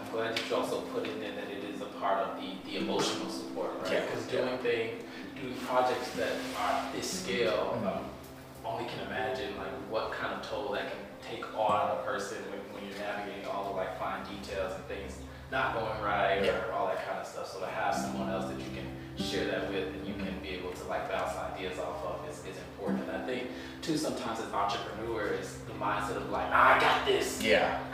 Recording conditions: live audience